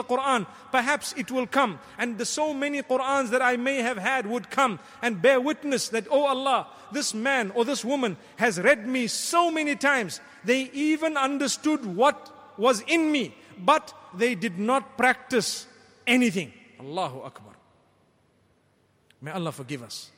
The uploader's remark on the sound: Delivered at Tuanku Mizan Zainal Abidin Musjid